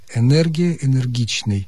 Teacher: Что касается мягкости или твердости «н», а во втором слоге прилагательного «энергичный» или существительного «энергия», орфоэпические словари рекомендуют твердый «н».